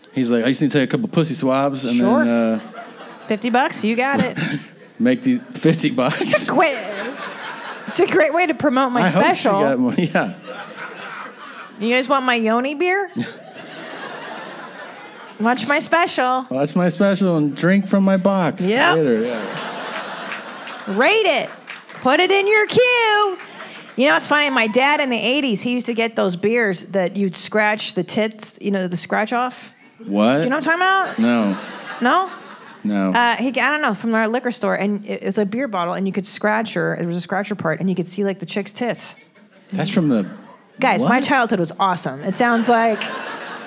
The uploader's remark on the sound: Live From Irvine. Here we have the last live show we did at the Irvine Improv.